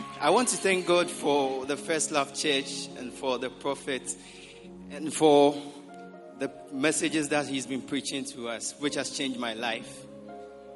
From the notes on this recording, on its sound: Preached at the Prophetic Encounter Service.